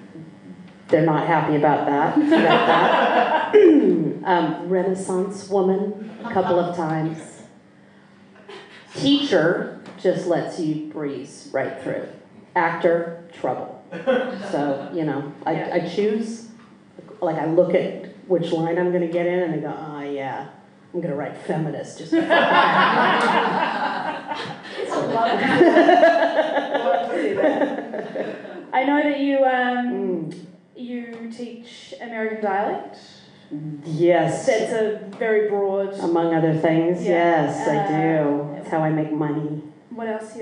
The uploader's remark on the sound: Recorded live at The Basement Theatre, 29 June 2017.